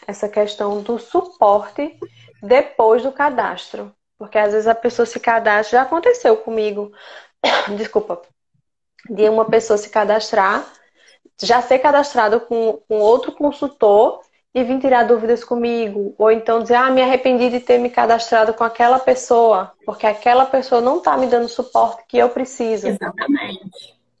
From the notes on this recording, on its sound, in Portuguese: gravado em Live no Instagram no dia 26-10-2020